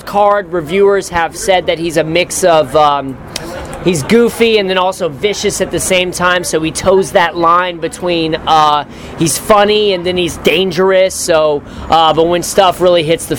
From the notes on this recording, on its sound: an exclusive interview from the SXSW festival